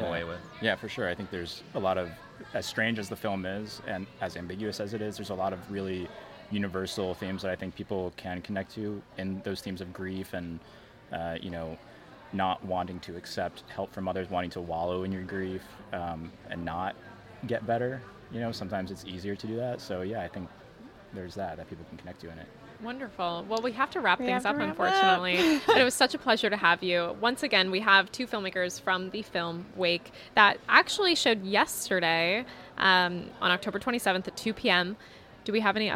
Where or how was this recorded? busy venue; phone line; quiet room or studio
busy venue